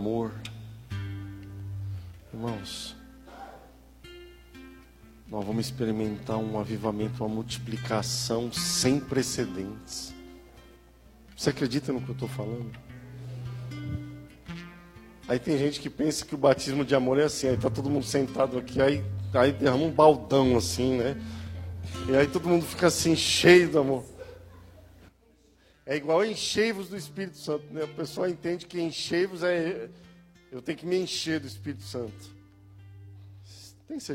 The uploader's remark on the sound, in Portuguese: Áudio de ministração presencial